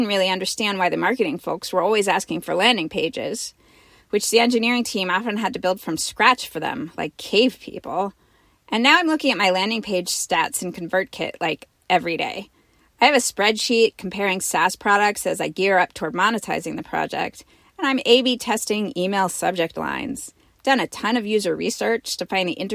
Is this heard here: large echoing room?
no